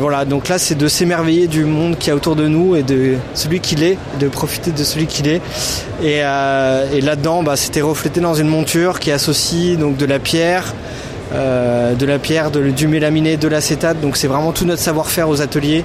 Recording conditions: busy venue